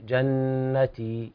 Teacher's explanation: التنبيه على الوقف على الياء بالمد الطبيعي جنتي بس بمقدار حركتين